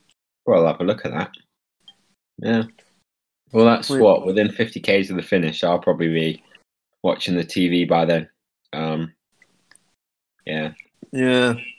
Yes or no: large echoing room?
no